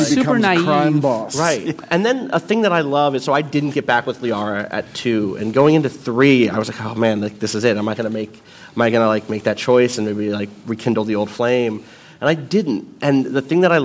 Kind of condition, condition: setting, live audience